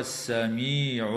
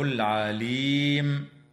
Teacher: اللام في كلمة السميع تسمى بلام ال، وحكمها الإدغام الشمسي. وفي كلمة العليم هي لام ال أيضا، ولكن حكمها الإظهار القمري